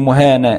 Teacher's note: مهانة مدة الهاء حركتين